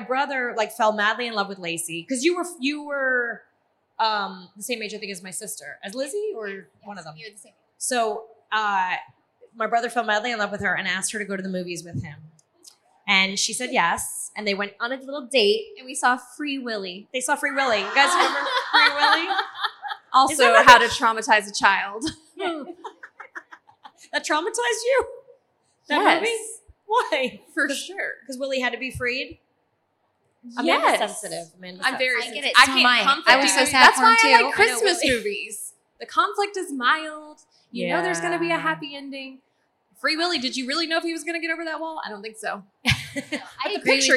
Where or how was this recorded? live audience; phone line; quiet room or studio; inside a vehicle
live audience